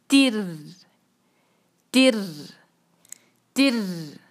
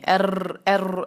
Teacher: रॉ की आवाज़ में ज़रा सा जो है ना वो तकरार होती है · Shown in: first take · इसको हम कहते भी तकरार हैं यानी कि एक तो ये कि एक दो हमने रॉ अदा कर दिया लेकिन उसके साथ ही छोटी सी उसकी आवाज़ पीछे से आती है जिसको मैं अमूमन वाइब्रेशन सिर्फ समझाने के लिए कहती हूँ लेकिन वो असल में वाइब्रेशन नहीं होती.